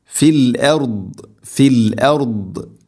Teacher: ദ്വാദ് ഉച്ചരിക്കുമ്പോൾ പ്രത്യേകം ശ്രദ്ധിക്കണം, ഹെവി ലെറ്ററാണ് അഥവാ സ്വരഭാരത്തിൽ ഉച്ചരിക്കേണ്ട ഇസ്തിഇലാഇന്റെ അക്ഷരമാണ്